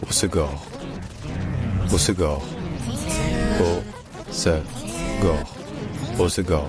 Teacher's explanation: Dans l'accent du sud-ouest, donc localement, on prononce ça en trois syllabes. On dit Osegor.